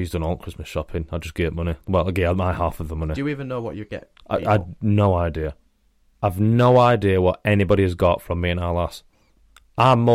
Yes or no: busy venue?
no